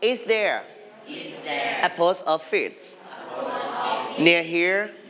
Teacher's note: put rising intonation now because this is a yes no question